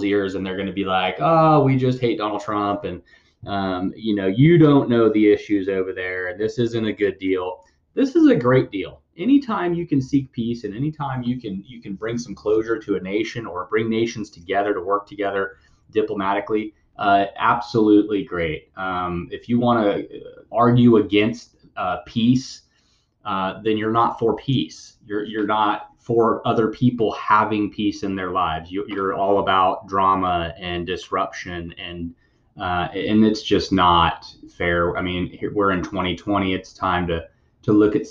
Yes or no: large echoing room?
no